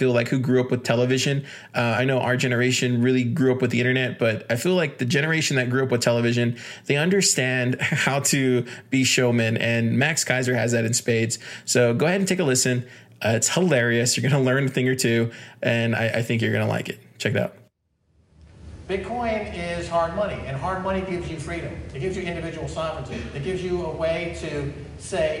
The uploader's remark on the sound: Live from HoshoCon 2018